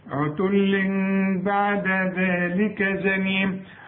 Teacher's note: عتل بعد ذلك، اذا مش هقفل شفايفي، عتل بعد ذلك زنيم، بطلع لساني في الذال لازم